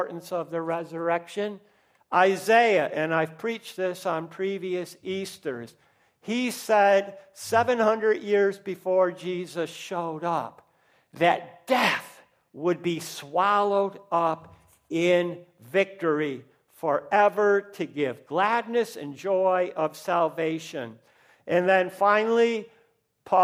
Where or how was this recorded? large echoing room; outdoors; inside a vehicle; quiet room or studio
large echoing room